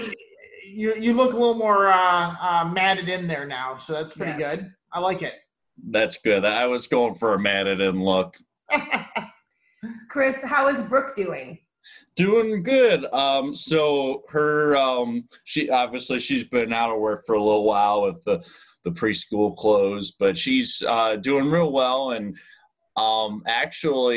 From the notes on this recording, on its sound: Thanks to Zoom we were able to connect